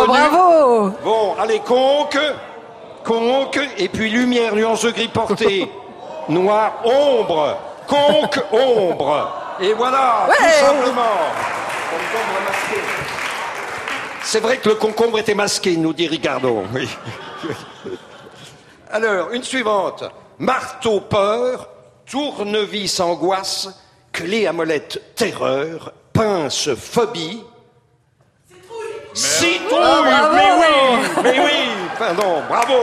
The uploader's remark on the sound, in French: Émission enregistrée en public à Beaubourg.